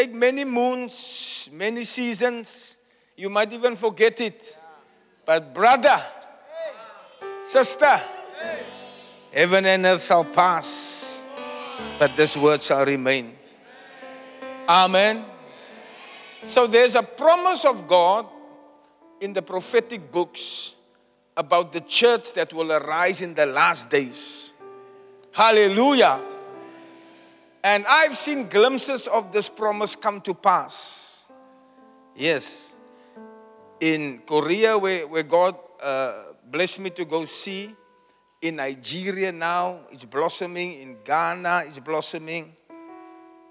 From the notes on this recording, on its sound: Preached at the Church Growth Conference in Cape Town, South Africa on the 7th July 2023 (Session 1).